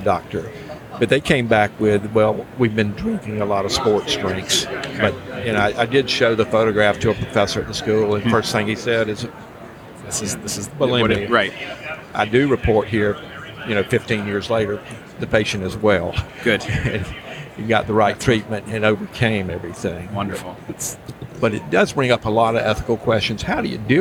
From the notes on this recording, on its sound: live from Smilecon